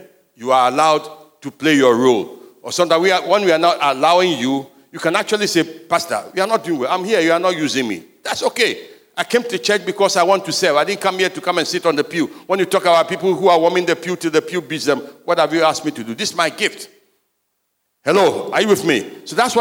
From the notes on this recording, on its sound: Sermon preached at CBC Shiashie Campus